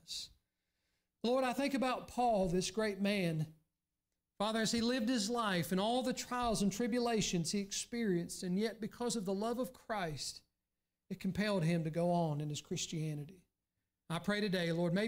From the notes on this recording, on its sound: during the Sunday morning service on April 9, 2023, at Southside Baptist Church in Mount Airy, NC.